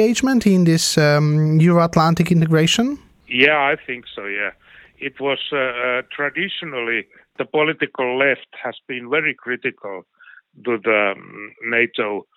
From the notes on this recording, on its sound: The interview was conducted. Via phone.